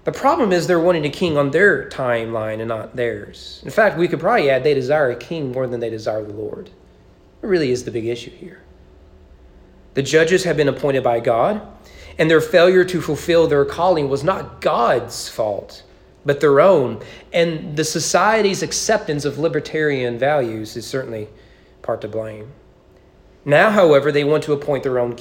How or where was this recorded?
large echoing room